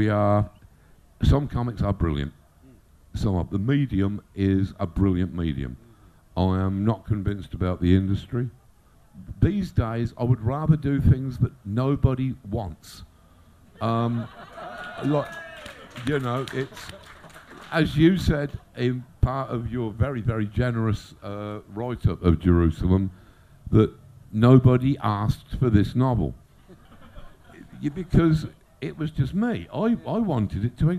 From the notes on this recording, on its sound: Made a rare appearance at the Odditorium tent in Brighton in May 2016.